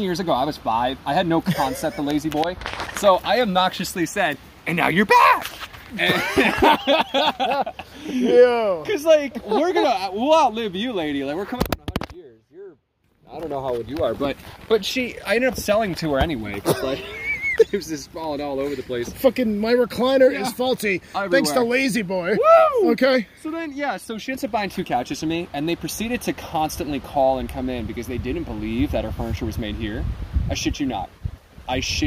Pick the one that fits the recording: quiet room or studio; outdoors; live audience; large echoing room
outdoors